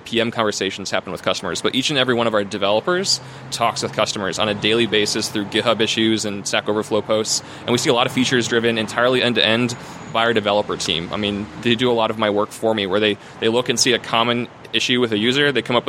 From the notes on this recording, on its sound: From ServerlessConf in Austin. Sorry for the background noise, we had to record outside.